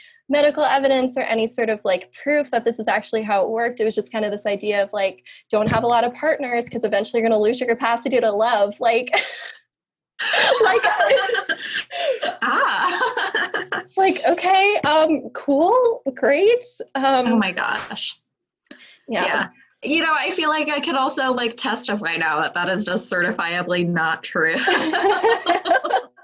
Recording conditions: video call